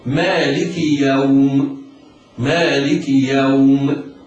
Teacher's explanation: يجوز في الواو القصر والمقصود به سقوط المد